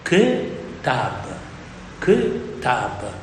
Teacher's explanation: l'ultima rimane breve e quella che precede l'accento si riduce a Sheva